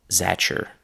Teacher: In zatcher, the t and the y sounds have mixed into a ch sound, so t plus y turns into ch. · Term: chewing gum